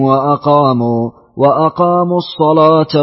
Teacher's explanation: يقرأ بمد المتصلين ويغلظ لام لفظة الصلاة